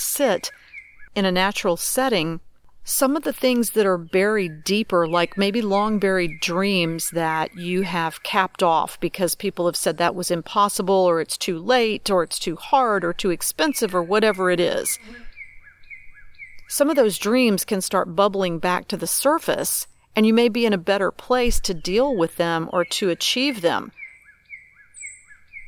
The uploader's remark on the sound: Musical soundtrack courtesy of owls, crows, tree frogs, sweetly singing birds & various buzzing things. I’m creating new meditations while sitting by the river, surrounded by the sounds of nature. Tree Frog - The sounds of nature are the music for this podcast episode.